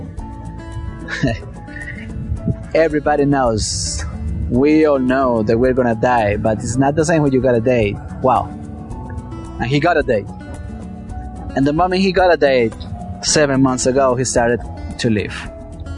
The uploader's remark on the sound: The audio was recorded outdoors so there is a certain level of noise